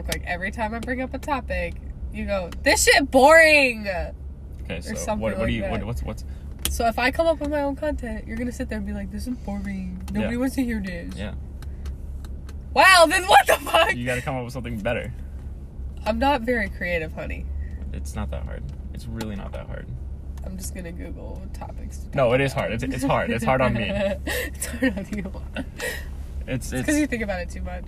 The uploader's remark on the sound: This is a podcast where I hang out with friends in my car before school starts and talk about whatever is on our minds.